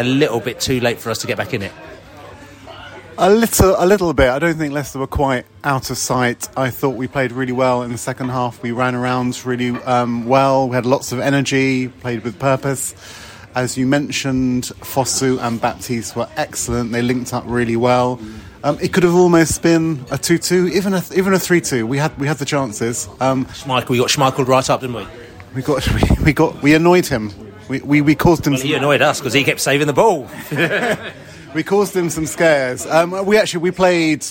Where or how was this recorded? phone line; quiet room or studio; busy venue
busy venue